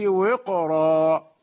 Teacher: القاف فاصل يمنع الترقيق، فإذا نقرأ بالتفخيم هكذا لورش